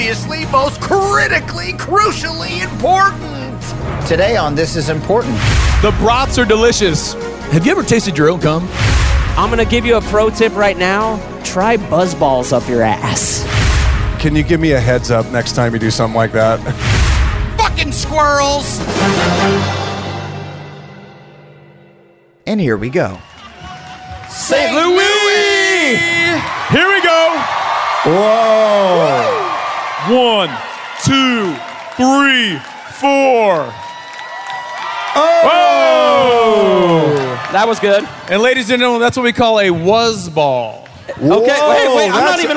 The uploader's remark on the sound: Live from St. Louis